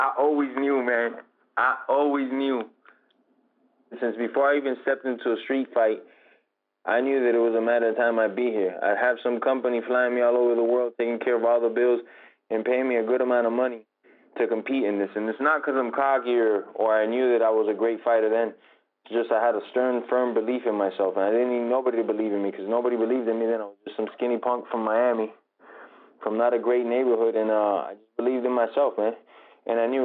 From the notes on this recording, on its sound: took time out to call